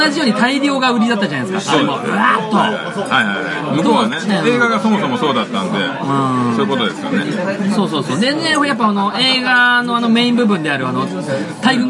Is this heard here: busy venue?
yes